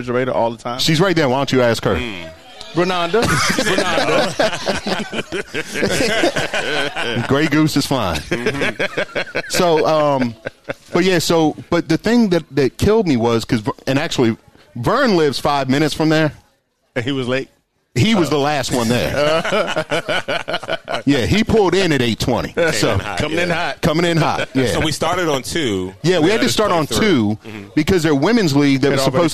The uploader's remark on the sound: Live at the Greene Turtle. The Golf DMV Community gathered at the Greene Turtle in Burtonsville, MD for a live recording.